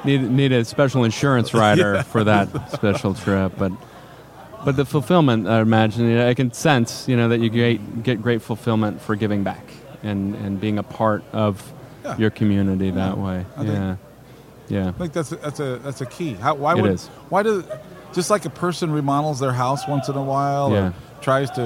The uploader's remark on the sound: IEC Convention & Expo 2018 Special. This interview was recorded like from the Expo floor live!